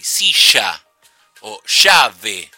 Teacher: In Argentina, over the past 30 to 40 years, especially in the Rio de la Plata area, we've been moving more and more towards the silent, the voiceless version of this sound. And we are not even saying silla anymore, or llave for key.